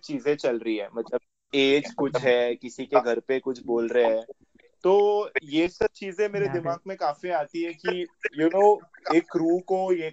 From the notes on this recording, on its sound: Kindly excuse the glitches in the call recording, my 'not so strong internet connection' didn't help us at all.